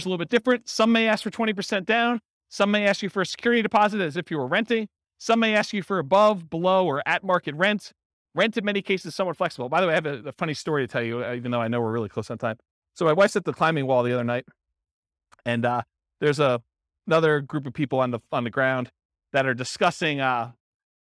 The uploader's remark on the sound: This was a live class recorded